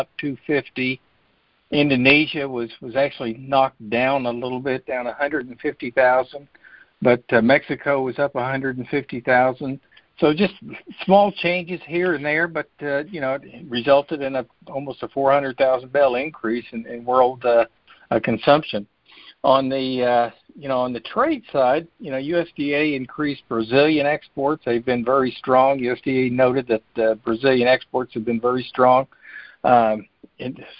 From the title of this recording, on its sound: Apr 2021 Monthly Conference Call